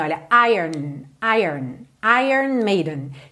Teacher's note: esse O, na verdade, não é pronunciado. Então, é como se a gente fizesse ire e já fosse direto pro N.